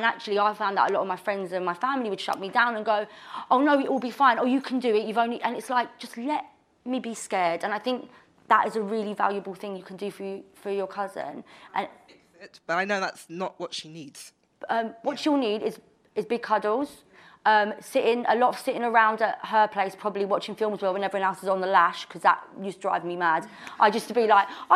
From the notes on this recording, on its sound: Recorded in front of a live audience. This episode was recorded LIVE at Estée Lauder HQ in Central London to kick of the UK Breast Cancer Awareness Month Campaign.